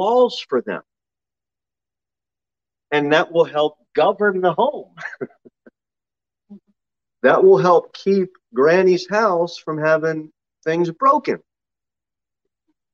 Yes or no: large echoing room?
yes